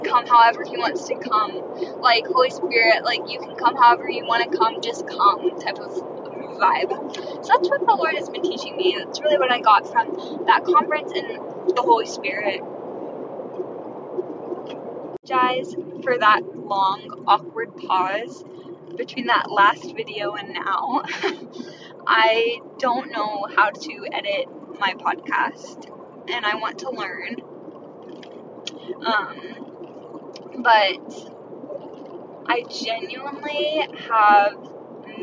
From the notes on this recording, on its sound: Life update in my car. Sorry about the bad audio in this..I was driving.